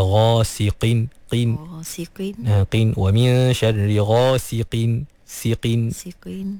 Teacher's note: Qaf tu baris bawah. Jadi walaupun qaf tu baris bawah, dia duduk di martabat tafkhim yang paling rendah, tapi tak bermakna qaf tu menjadi nipis, ha, sampai bertukar menjadi kaf, ha. · Term: huruf qaf